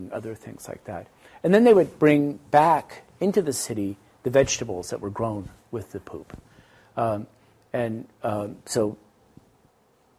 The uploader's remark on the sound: This presentation was delivered on 10th November, 2017 at the Institute of Asian Research at the University of British Columbia, Vancouver.